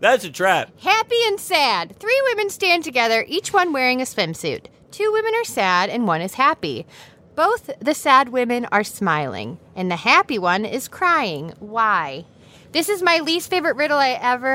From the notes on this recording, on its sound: the audio from a family road trip